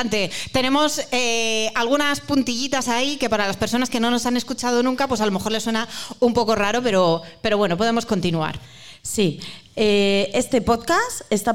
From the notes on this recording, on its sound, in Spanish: Episodio grabado en directo dentro de la programación del Festival 'Enclave Mujer' del Ayto de Murcia.